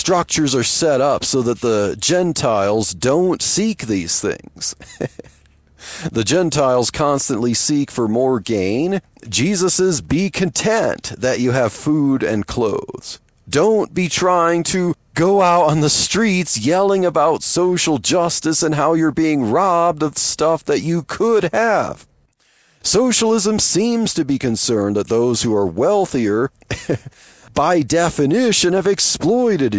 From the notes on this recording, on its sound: while driving to work